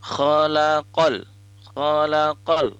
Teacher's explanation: kha ini juga sama makhrajul hurufnya di tenggorokan, tapi di tenggorokan bagian atas atau ujung tenggorokan